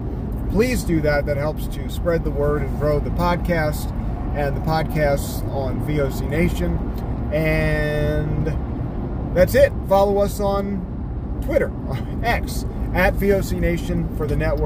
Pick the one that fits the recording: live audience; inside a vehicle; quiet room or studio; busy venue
inside a vehicle